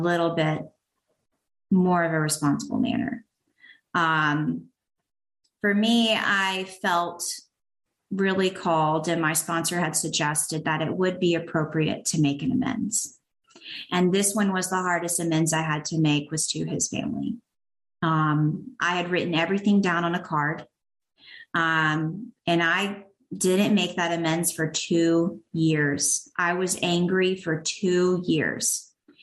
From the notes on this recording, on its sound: sharing at the My Favorite Steps zoom meeting